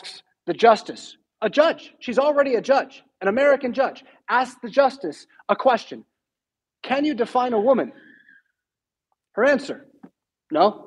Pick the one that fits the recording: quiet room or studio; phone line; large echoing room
large echoing room